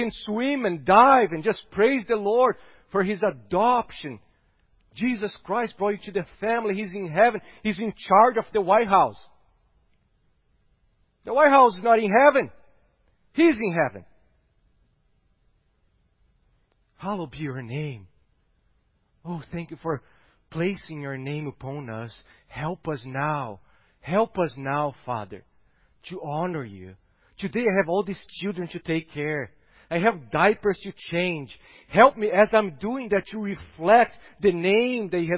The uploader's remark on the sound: at Gracious Cross Reformed Church Salem